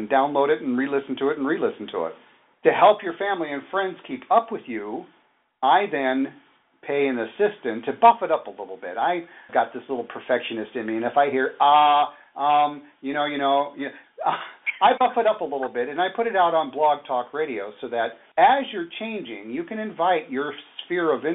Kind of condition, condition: link, phone line